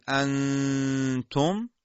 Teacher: مخرج حرف نون حذف میشه، زبان به مخرج خودش نمیچسبه و غنه این نون ساکنه ما باقی میمونه، صداش از بینی خارج میشه و بلا فاصله چون ما میخوام حرف بعدی رو بگیم، صدا میاد پشت مخرج حرف بعدی و بوی حرف بعدی در غنه ما استشمام میشه. لذا وقتی میگیم انتم، نون در تا اخفا شده.